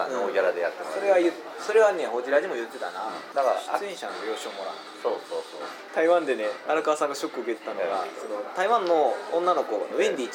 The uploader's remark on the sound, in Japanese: ビジネスサロンでの収録なので周りガヤガヤしています。